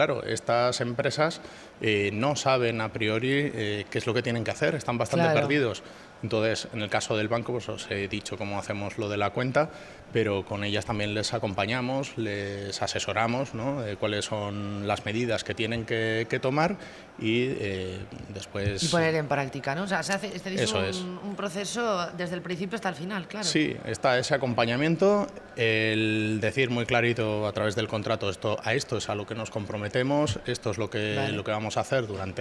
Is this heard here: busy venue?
yes